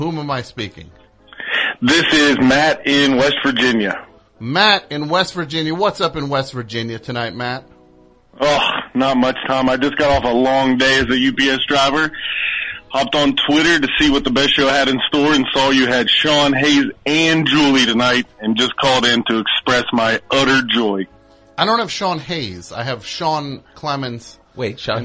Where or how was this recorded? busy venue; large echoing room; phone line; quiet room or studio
phone line